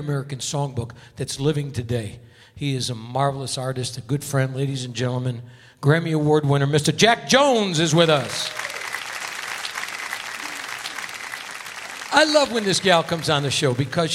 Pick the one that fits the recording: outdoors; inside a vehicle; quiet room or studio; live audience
live audience